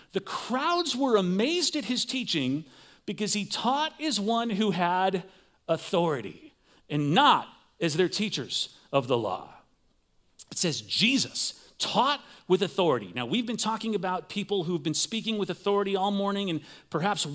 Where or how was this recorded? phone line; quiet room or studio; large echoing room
large echoing room